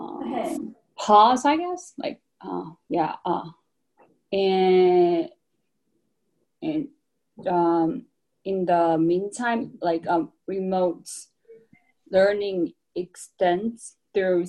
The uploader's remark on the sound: Crew is staying home and staying connected, and recorded this episode by Zoom.